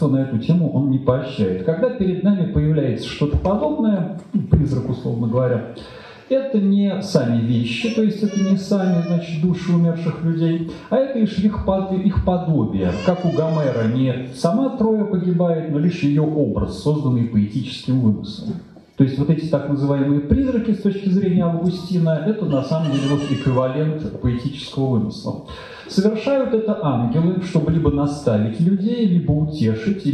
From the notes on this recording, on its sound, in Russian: Дом культуры "Ясная Поляна 13 мая 2017 года. Лекция в рамках цикла "История и литература" Дом культуры "Ясная Поляна.